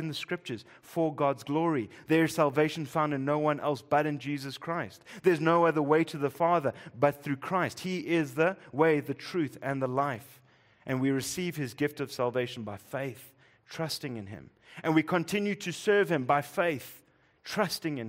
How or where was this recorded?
large echoing room